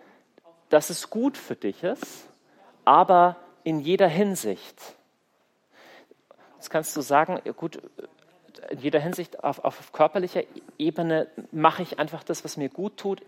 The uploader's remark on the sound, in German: Kongress Aschaffenburg - Vortrag